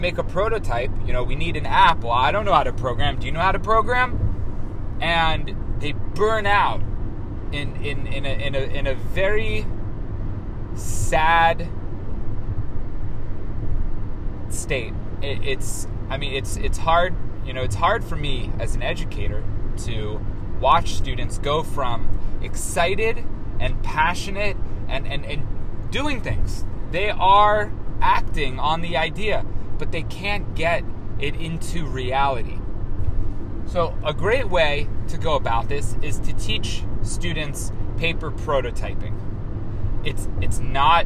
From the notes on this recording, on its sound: Recorded in transit to keynote the 32nd annual ACTEM conference in Augusta, Maine.